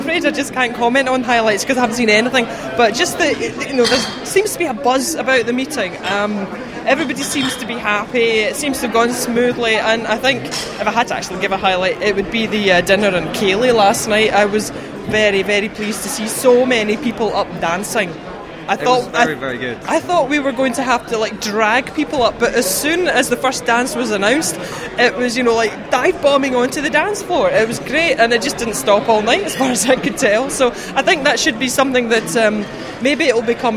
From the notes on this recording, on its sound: A series of interviews from the Communicating Astronomy with the Public conference. National Astronomy Meeting 2010.